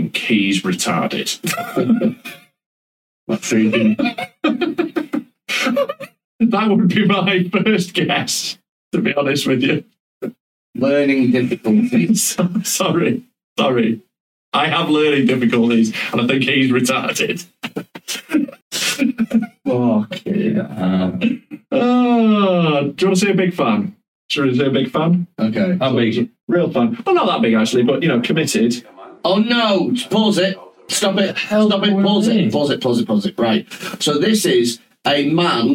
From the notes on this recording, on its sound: We’ve finally f*cked up a recording.